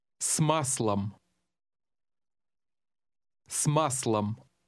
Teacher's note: Notice that the S blends into the following word so that the two sound like one.